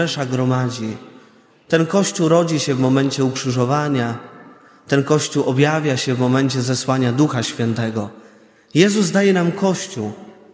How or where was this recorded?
large echoing room